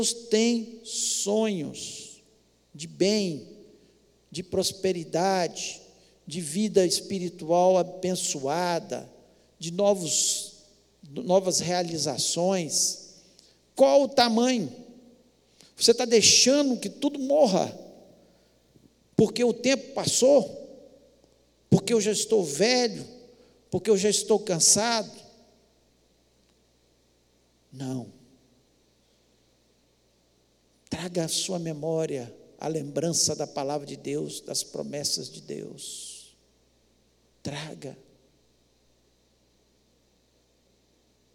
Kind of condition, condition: setting, large echoing room